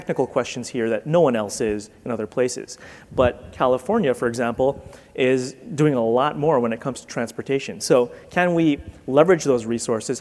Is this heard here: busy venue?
yes